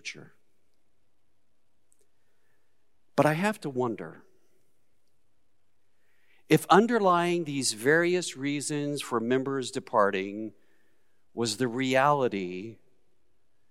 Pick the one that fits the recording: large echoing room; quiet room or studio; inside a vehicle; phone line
large echoing room